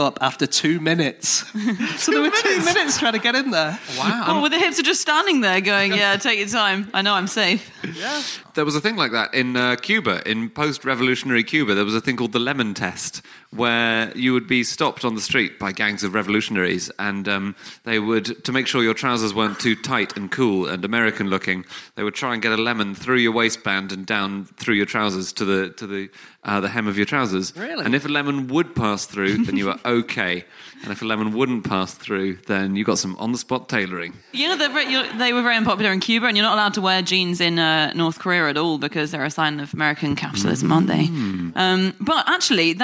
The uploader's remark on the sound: Live from The North Wall Arts Centre in Oxford